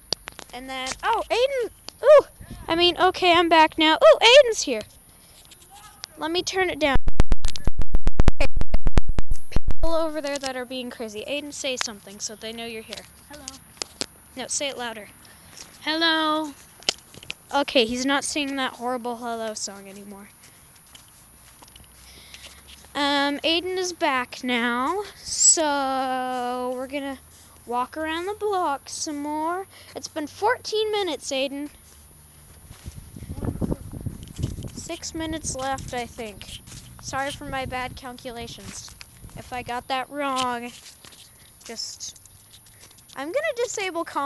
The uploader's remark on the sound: Walk and talk around the block